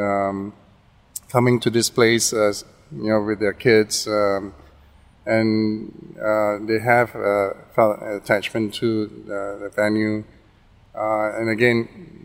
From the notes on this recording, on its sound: in this recording at Farrer Park itself